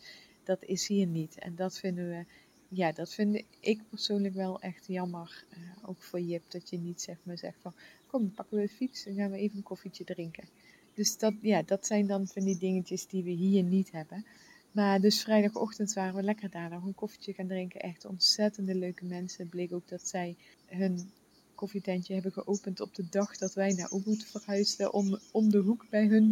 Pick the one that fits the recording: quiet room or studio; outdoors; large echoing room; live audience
outdoors